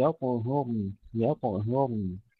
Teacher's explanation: ولا تقربوهن ننتبه أيضا إلى تفخيم الراء ولا تقرأ ولا تقربوهن حتى يطهرن يطهرن تفخيم الطاء مع قلقلتها ثم تخفيف الهاء